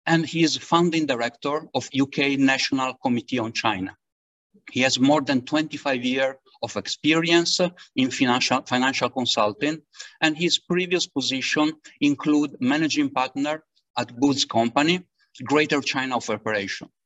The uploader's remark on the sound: This public talk was conducted online via Zoom on Tuesday, 7 June 2022, from 5.00 pm to 6.30 pm (SGT).